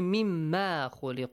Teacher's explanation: من ما، نون ساكن plus ميم، إدغام. With غنى